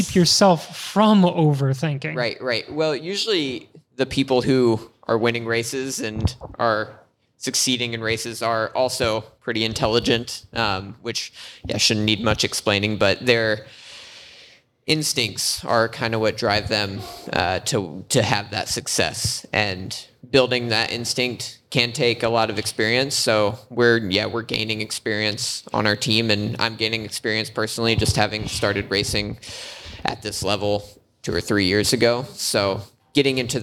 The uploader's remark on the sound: Things may sound just a bit different because we are 100% live from Gateway Cup. Live from the Gateway Cup. Our good friends from Urban Chestnut brewery in the heart of the Grove were gratious hosts and the environment was perfectly cozy.